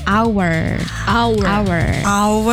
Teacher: The H is silent.